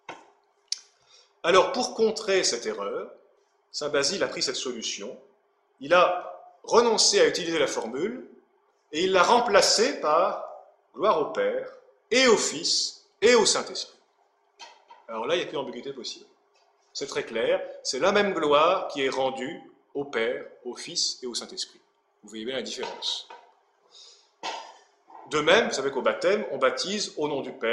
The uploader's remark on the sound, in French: Cette conférence à eu lieu le 24 août 2013 à l'université d'été Academia Christiana.